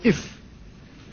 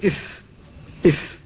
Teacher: وإذا اعترضت في الشفة العليا كانت الفاء فصيحة تقول إف، فالهواء تعترضه الشفة العليا فترده قليلا، فهي طرد للهواء وتضغط عليه الشفة فيرتد. الشفة العليا تقول إف إف، الشفة العليا هي التي ردت، الشفة السفلى شاركت فعلا لكن مشاركتها إنما هي في إخراجه.